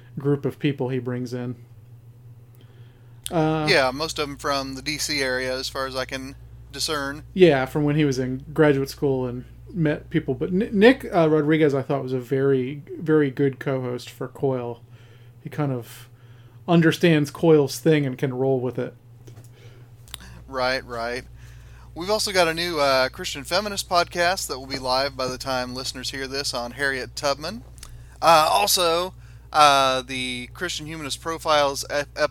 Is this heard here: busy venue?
no